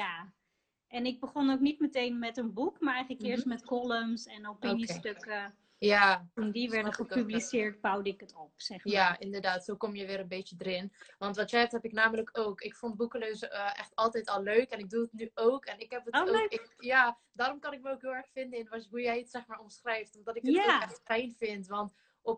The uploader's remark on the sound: Instagram Live